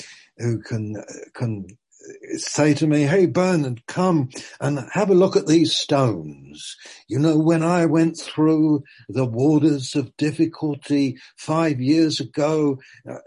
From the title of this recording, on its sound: Malaysia Meets (Zoom)